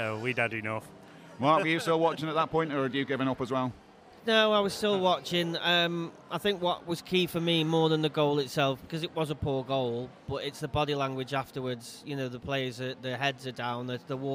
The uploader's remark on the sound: Live From Crewe Market Hall. We are on the road at the Market Hall.